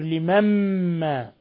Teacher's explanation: أضغمنا النون الساكنة في الميم صار إضغام بغنة